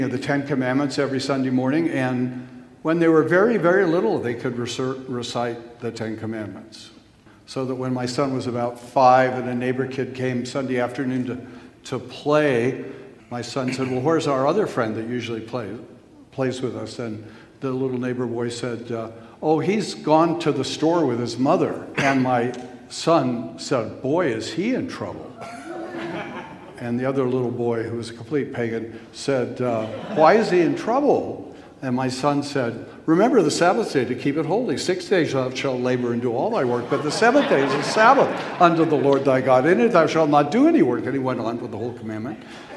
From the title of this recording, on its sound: Q & A from the 2021 Boise Reformation Conference